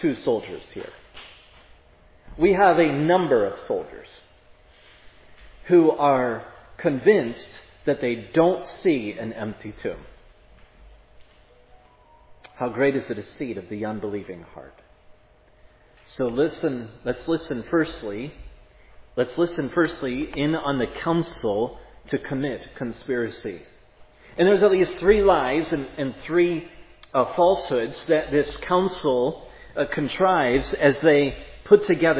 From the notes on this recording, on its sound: This sermon was preached at Providence Church